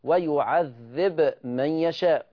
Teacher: قرأ ورش بسكون الباء لأجل الجزم، أي قرأ ويعذب بسكون الباء، فترتب على هذا السكون الإظهار، إظهار الباء عند المكان.